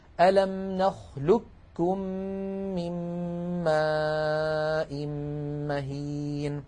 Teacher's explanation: في هذه الكلمة قاف ساكنة بعدها كاف. فكل الطرق عن حفص تقلب هذه القاف كافا طبعا ساكنة، وتدغم الكاف في الكاف فيصير النطق بكاف مشددة